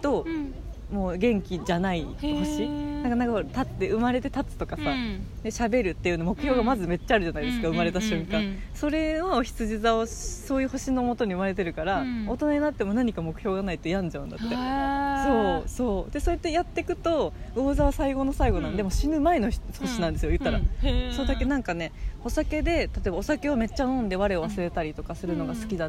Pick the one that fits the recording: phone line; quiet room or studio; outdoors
outdoors